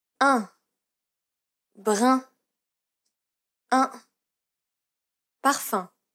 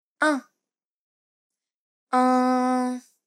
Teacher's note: Try saying the E sound in red while rounding your lips and pronouncing it through your nose.